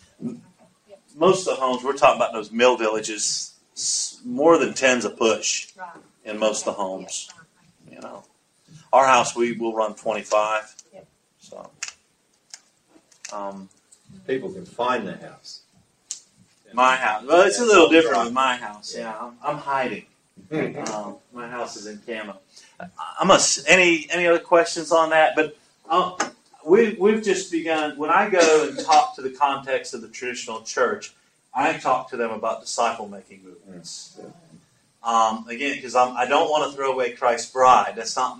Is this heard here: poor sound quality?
yes